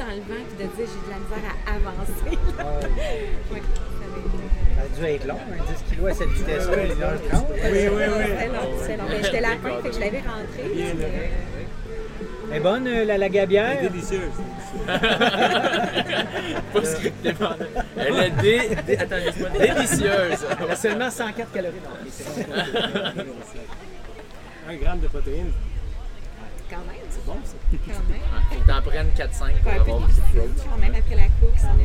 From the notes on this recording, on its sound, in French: Nous avons enregistré sur place à la 1re course de la Série du Canal.